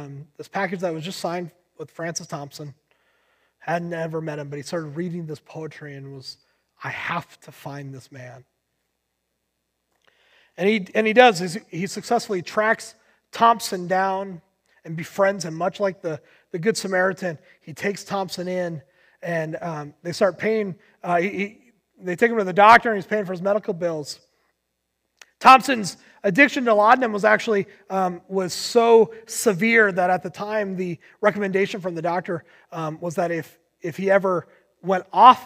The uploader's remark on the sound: Recorded on July 19, 2020 at Word of Life Church in Le Sueur, MN.